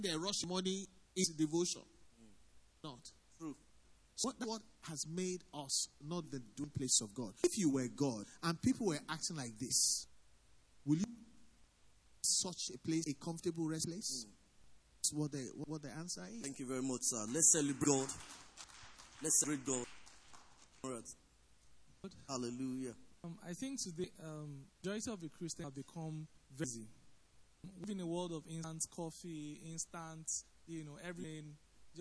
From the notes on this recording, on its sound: Recorded live at our Interactive Service